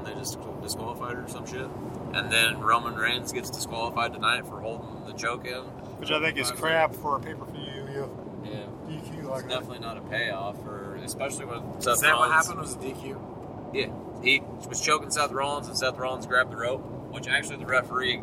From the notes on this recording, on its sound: We recorded on a handheld on our roadtrip home from the Royal Rumble. Raw and Gritty!